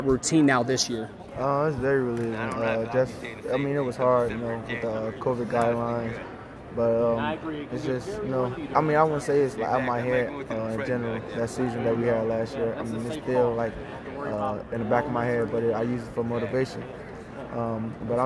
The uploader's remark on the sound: featuring sound bites from 10 of the 11 Big East programs emanating from none other than "The World's Most Famous Arena", Madison Square Garden!